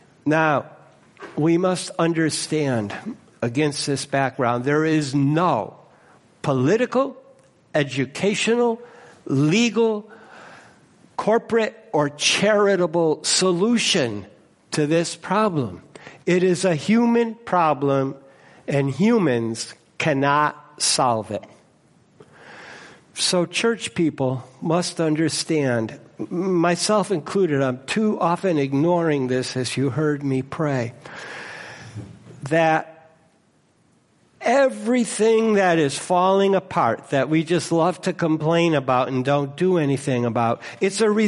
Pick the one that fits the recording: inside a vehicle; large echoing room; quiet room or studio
large echoing room